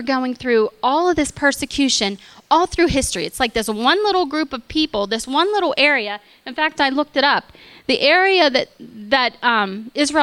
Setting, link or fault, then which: setting, large echoing room